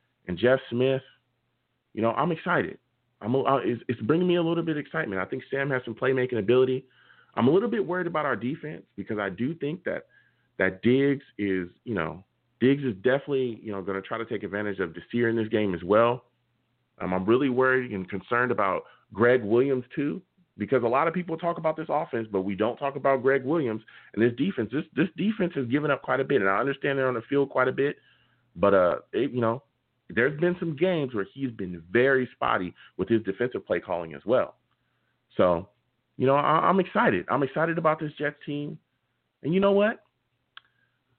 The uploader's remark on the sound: We will be taking live callers!